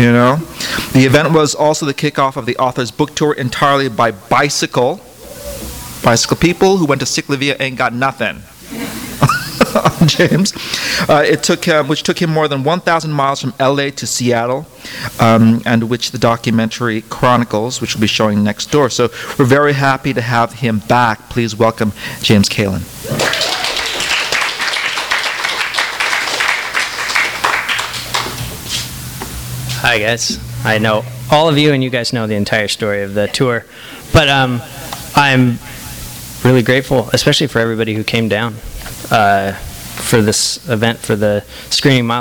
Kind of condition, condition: setting, live audience